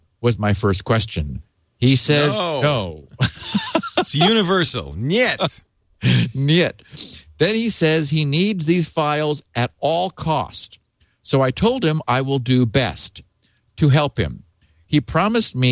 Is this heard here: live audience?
no